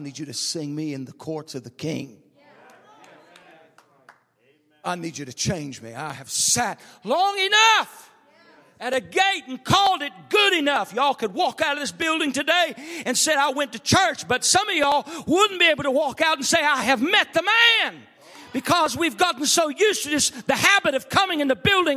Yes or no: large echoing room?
yes